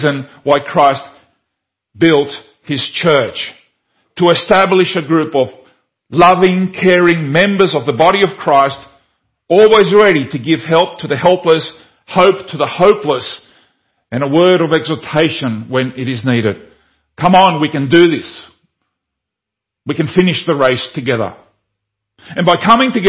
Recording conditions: large echoing room